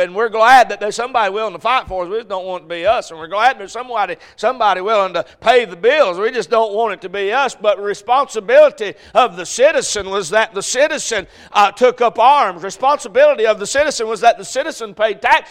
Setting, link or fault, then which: setting, large echoing room